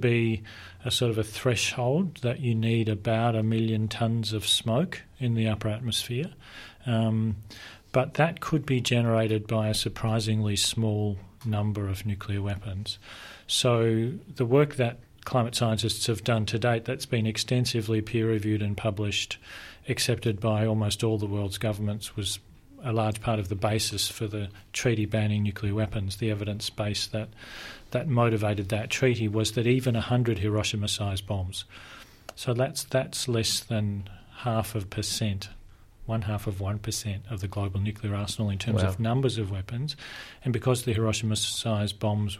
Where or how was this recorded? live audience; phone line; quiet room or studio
quiet room or studio